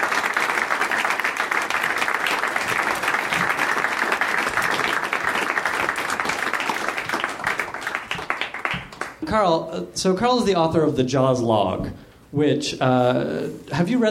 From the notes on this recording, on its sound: Recorded live at Nerdmelt on August 4, 2013.